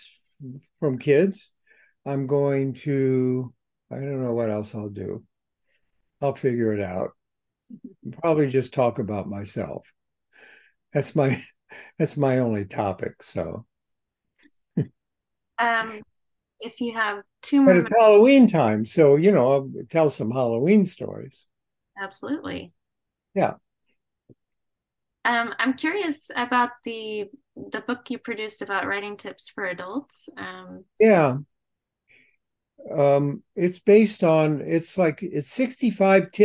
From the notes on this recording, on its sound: spoke with the award winning author by Zoom